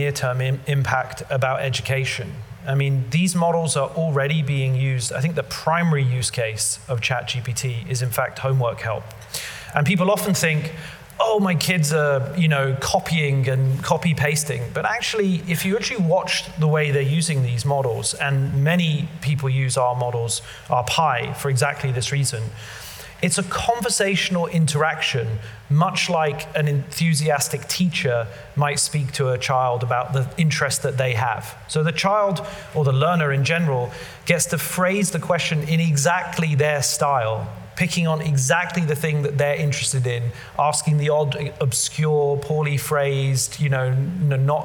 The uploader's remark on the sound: Live at the Tabernacle theatre in London.